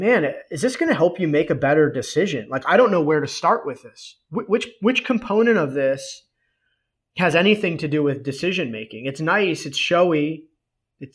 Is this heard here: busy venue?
no